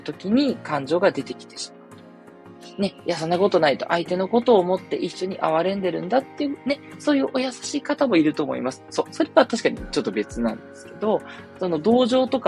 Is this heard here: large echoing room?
no